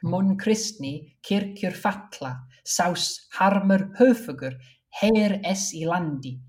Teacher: because the first syllable of the words is stressed, it allows it to be particularly punchy, where you have to have an alliterating syllable in the first stressed syllable of the second line.